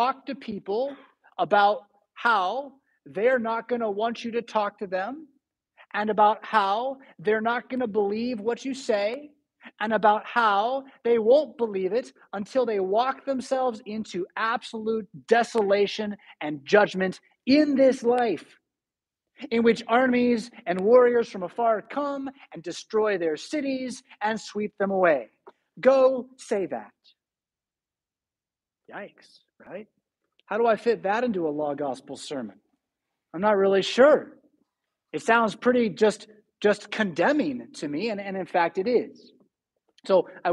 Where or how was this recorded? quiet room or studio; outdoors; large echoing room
large echoing room